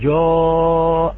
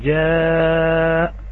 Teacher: فإذا منهم من قال من الشراح الحذر من هذا، فالناظم رحمه الله يحذر تفخيم لفظ الألف لكي لا يصير اللفظ الألف كلفظ الواو كما يفعله بعض الأعاجم · Shown in: first take